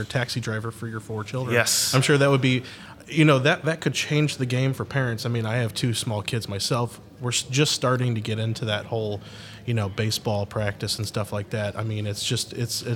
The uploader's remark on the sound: Live From Agile Midwest